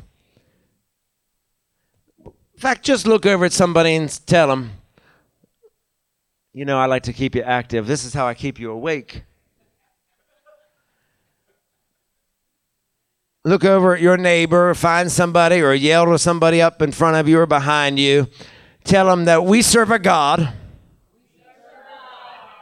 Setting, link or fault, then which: setting, live audience